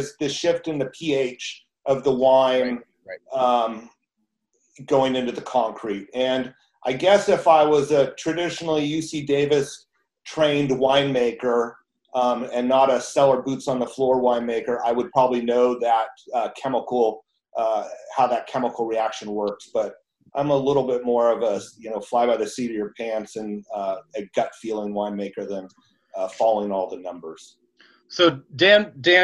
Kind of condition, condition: link, video call